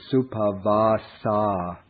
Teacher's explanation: Her name in the nominative is Supavasa, ending in the long A. But this case is the vocative case.